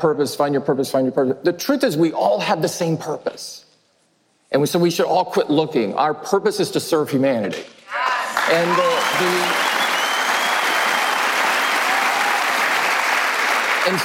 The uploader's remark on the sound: The interview was held in front of a live audience the day after Apple's education-focused event in Chicago.